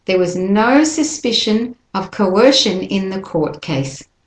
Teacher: no and suspicion, coercion, the court or court case are the main meaning words that you want to stress